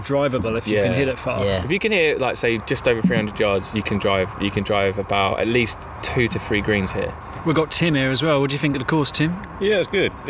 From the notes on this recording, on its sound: We start off this week's episode with a recording we made on a trip to Mill Green Golf Club